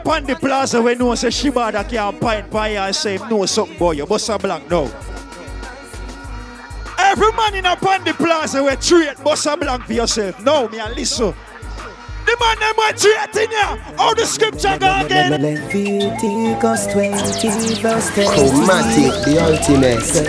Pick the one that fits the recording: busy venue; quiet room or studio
busy venue